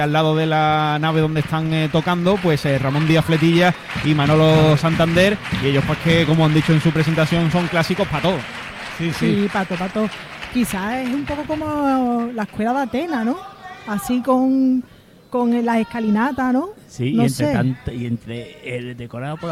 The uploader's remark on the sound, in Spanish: En directo desde el Gran Teatro Falla de Cádiz, escucha la retransmisión del Concurso Oficial de Agrupaciones Carnavalescas del Carnaval de Cádiz 2024 en Onda Cero Cádiz.